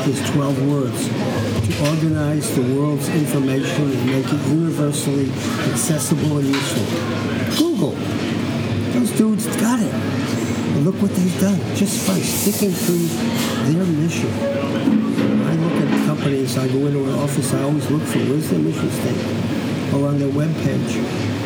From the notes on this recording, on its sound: recording this interview outside with lots of surrounding noise